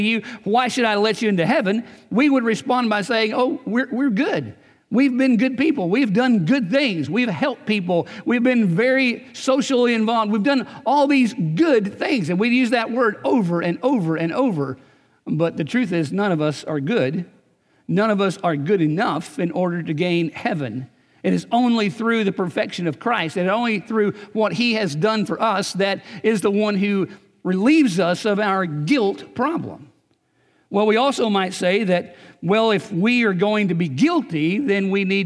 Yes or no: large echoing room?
yes